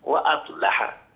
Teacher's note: وأصلح، ترقيق اللام جيدا، لقالون